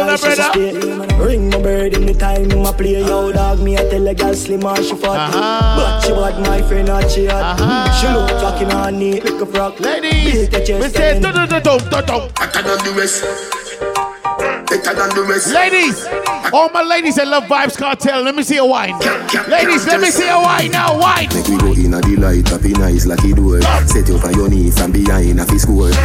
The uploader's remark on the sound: LIVE AUDIO! AT ISLAND SATURDAYS. Live audio recording of island saturdays.